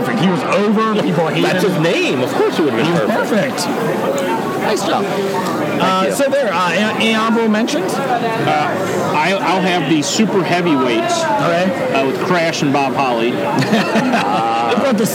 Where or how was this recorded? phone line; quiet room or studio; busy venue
busy venue